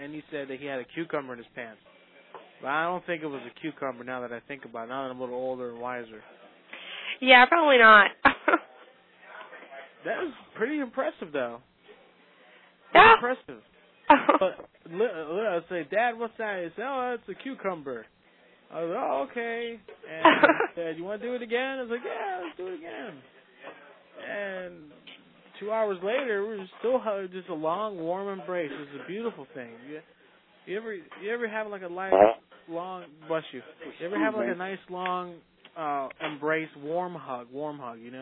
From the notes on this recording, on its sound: Prank Phone Calls